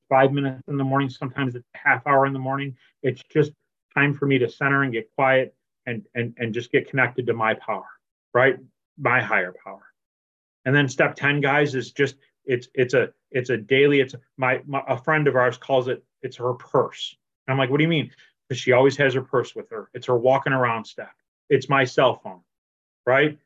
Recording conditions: video call